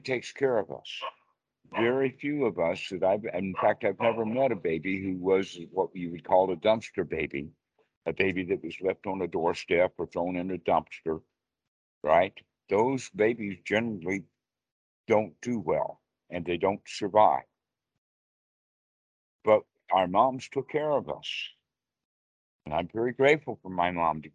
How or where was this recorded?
video call